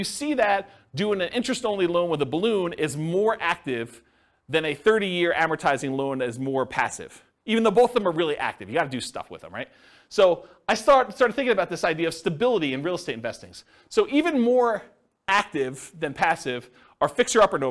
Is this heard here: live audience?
yes